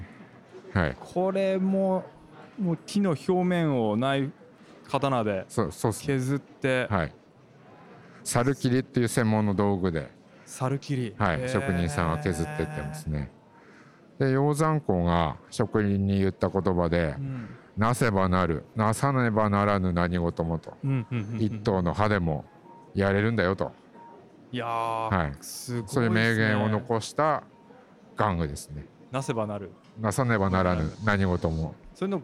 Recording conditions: busy venue